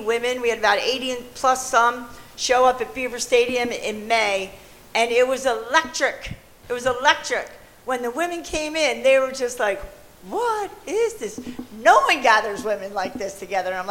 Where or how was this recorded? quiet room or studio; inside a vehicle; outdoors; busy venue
busy venue